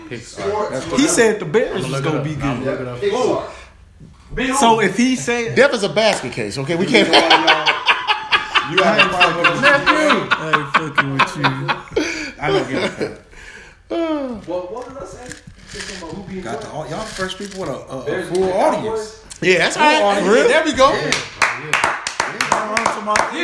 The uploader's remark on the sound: We also want to thank our first Studio Audience!